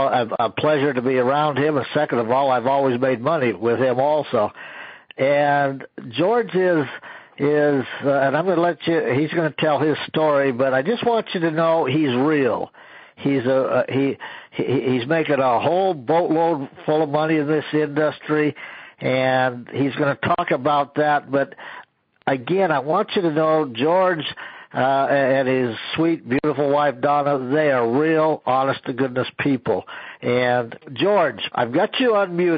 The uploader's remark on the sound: an archive of weekly conference calls